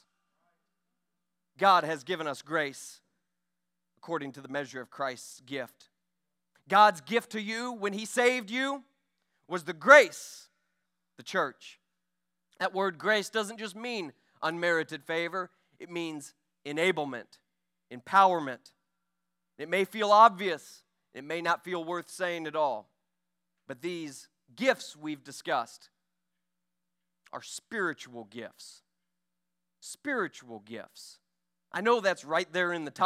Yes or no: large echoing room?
yes